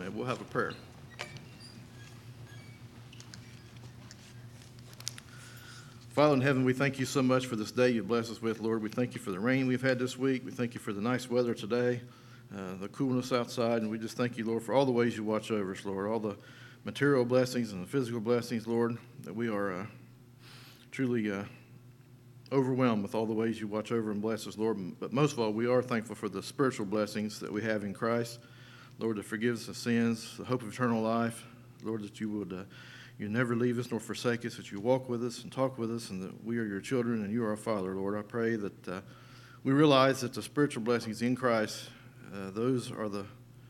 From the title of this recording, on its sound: LIVE Services at Sunshine